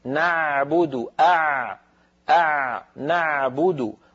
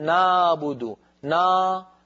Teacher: العين الفصيحة أعمق من العين التي تعودنا في العاميات أن ننطقها · Shown in: first take · نعبد هكذا العين، نعبد أع نعبد، ولا نقول نابد نا، هذا صوت فموي ليس له مدلول، أقرب إلى الألف هو.